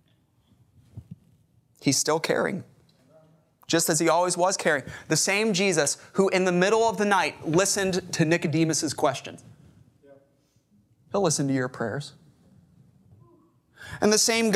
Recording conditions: large echoing room